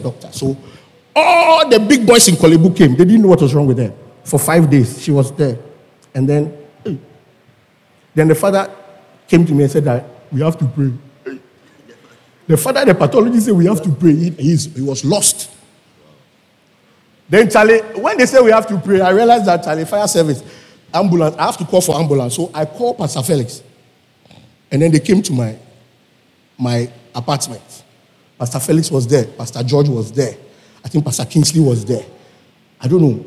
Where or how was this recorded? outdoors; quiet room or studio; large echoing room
large echoing room